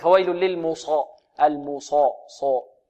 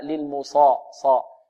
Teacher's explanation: ولا ينبغي لطالب القرآن أو القارئ أن يضم شفتيه في الصاد، يقول فويل للمصا، المصا، صو، يضم شفتيه، لا، للمصا، صا، بدون ضم الشفتين، لا يعمل شفتيه في الصاد · Shown in: second take